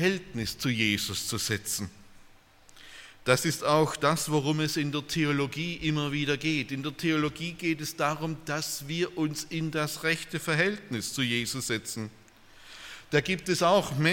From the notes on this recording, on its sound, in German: aus dem Gottesdienst der Liebenzeller Mission